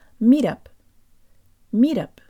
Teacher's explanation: If you have trouble with the R, think of the English phrase meet up. Say it fast so that the T is made with a flick of the tongue.